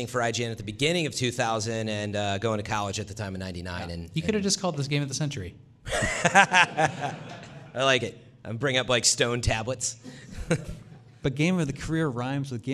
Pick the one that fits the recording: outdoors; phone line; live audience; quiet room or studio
live audience